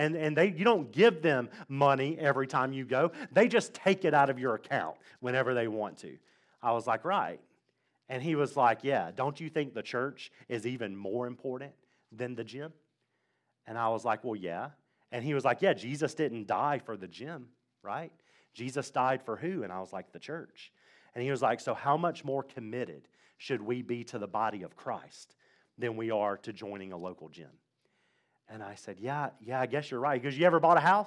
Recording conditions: large echoing room